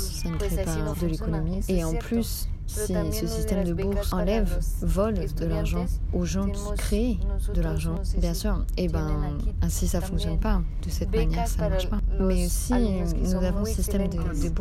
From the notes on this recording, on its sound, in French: Un podcast d’immersion sonore qui vous plongera dans l’ambiance délicieuse du Mexique. Vous laisser guider par les bruits de la rue.